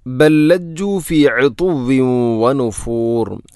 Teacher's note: ഇവിടെ ബല്ലജ്ജു, ബൽ ലജ്ജു എന്നല്ല, ബൽ ലജ്ജു. ഒന്നാമത്തെ ലാമിനെ രണ്ടാമത്തെ ലാമിലേക്ക് ഇദ്ഗാം ചെയ്യുന്നു, കൂട്ടിലയിപ്പിച്ച് ഒതുന്നു